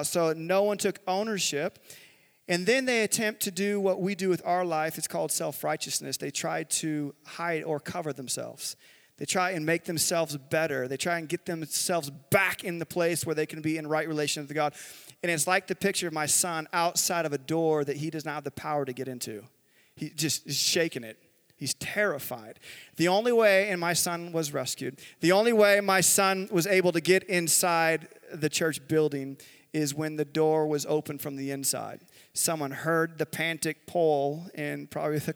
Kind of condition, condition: setting, live audience